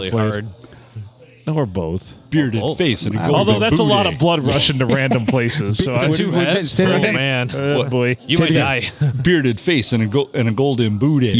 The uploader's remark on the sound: We recorded this one at Bench Warmers in Sandusky